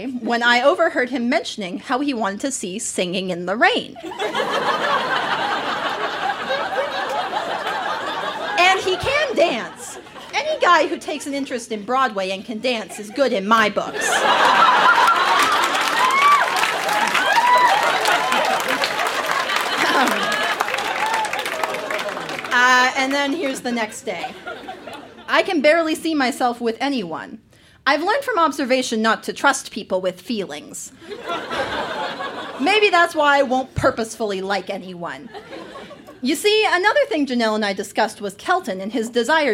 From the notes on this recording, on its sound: Recorded live in Calgary, AB.